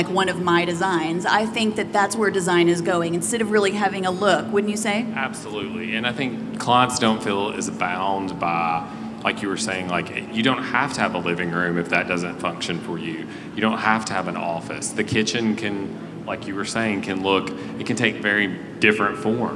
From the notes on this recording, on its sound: Live from WestEdge Design Fair Dallas Edition. A panel conversation recorded live from the WestEdge Design Fair, Dallas edition.